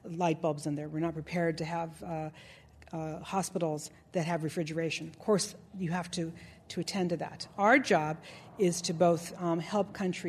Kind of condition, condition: setting, live audience